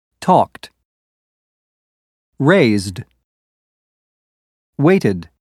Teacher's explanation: Talked ends with a T sound. Raised ends with a D sound. And waited ends with a new syllable pronounced id. · Term: ED endings